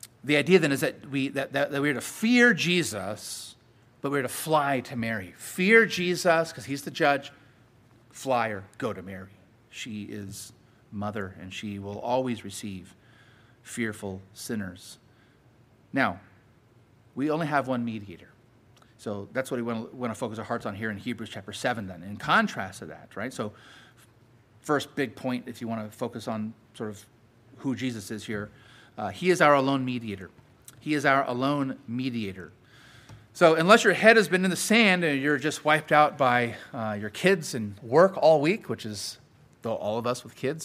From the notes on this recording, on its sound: Sermon preached at Grace United Reformed Church